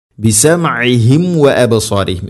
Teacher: സാക്കിന മീമിന് ശേഷം വ അല്ലെങ്കിൽ ഫ വന്നു കഴിഞ്ഞാൽ രണ്ട് ചുണ്ടുകൾ തമ്മിൽ തട്ടിച്ച് കൃത്യമായിട്ട് അതിനെ പൂർണ്ണമാക്കിയിട്ട് ഉച്ചരിക്കണം. മീമിനെ പൂർണ്ണമാക്കി ഉച്ചരിക്കണം.